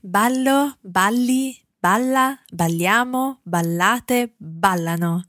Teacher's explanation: Okay, again, remembering that stress on the end of ballano, or indeed not on the end, but on the end of the verb conjugation, because we've got a different stress on ballano in comparison to all the other parts of that verb